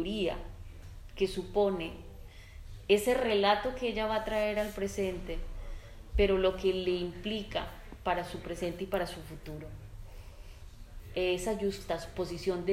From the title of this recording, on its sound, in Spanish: presentación en la librería 80 mundos, en Alicante, el 5 de octubre de 2021